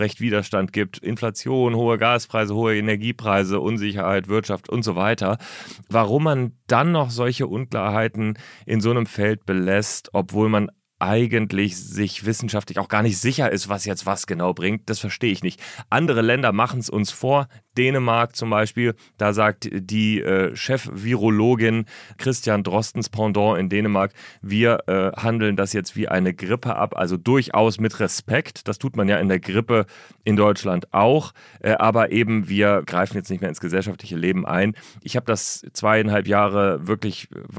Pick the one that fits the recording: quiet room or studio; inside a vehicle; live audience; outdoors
quiet room or studio